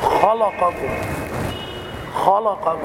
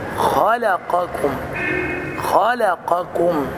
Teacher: الخطأ في الكلمة أن تفخم اللام · Shown in: first take · فتقول خلقكم، خلقكم، قل خلقكم، خلقكم.